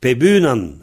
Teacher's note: il faut savoir que le P, en liaison, se prononce B